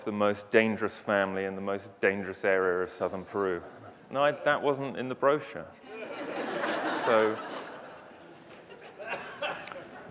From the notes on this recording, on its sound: The best of live interviews from GreenBiz events.